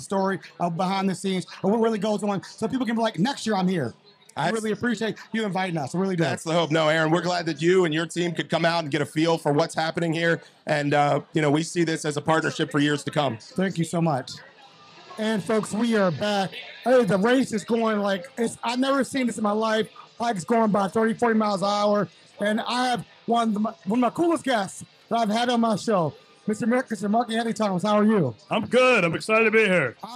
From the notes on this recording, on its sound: Live on location at the Maryland Cycling Classic this year. We had an amazing time interviewing stakeholders, cycling enthusiasts, Olympians, fans and families.